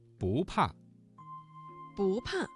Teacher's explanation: 不字在四声前要变成二声